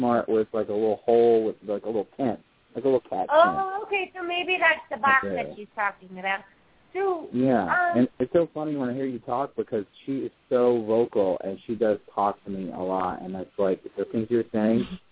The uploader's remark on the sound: open up the lines for listeners to call